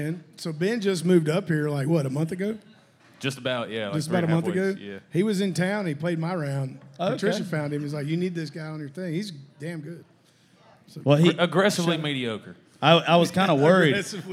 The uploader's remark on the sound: Live From Live Oak In Nashville